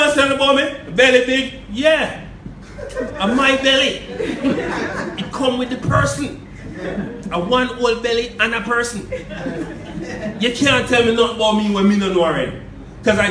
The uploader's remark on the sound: In front of a live audience in Kingston Jamaica.